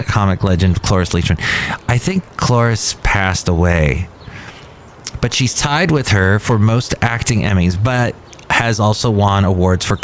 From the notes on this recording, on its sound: podcasts live from Cafe Anyway